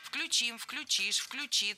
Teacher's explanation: В этом слове во всех глагольных формах корень должен быть безударным.